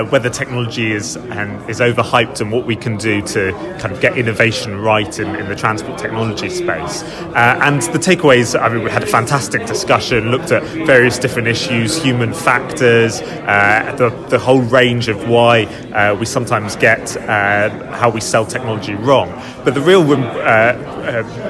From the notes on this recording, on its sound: Recorded at ITS Europe in Lisbon